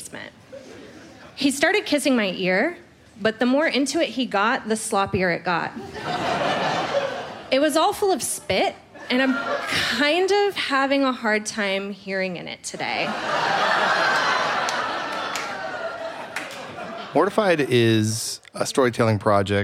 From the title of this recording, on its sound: Live On Stage